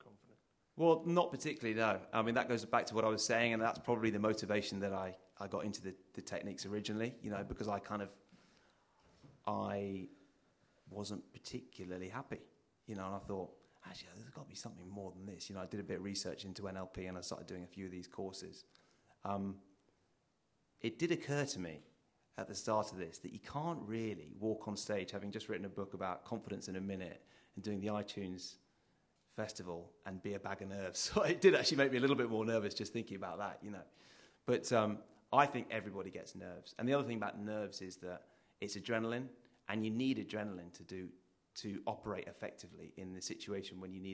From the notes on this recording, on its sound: ITunes Festival 2010 in London. Demonstrated on an audience member.